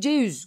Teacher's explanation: Mesela V düşüyor ve ceyüz gibi oluyor.